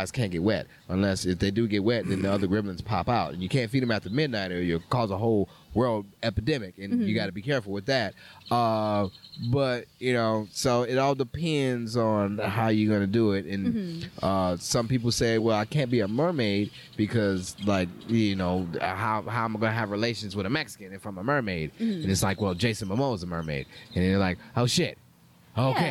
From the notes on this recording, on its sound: outside our home for poetry, Avant Garden.